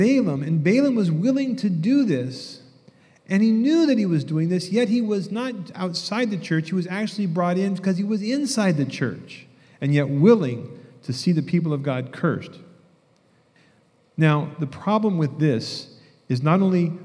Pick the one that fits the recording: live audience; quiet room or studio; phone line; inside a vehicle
live audience